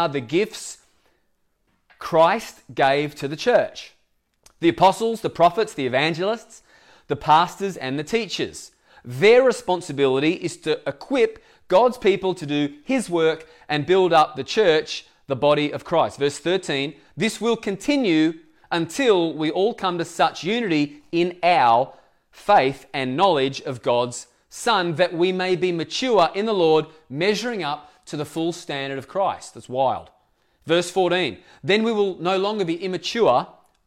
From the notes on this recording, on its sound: Echo Church Melbourne.